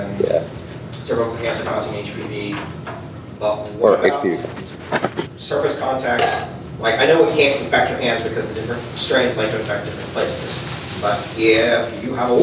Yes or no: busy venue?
yes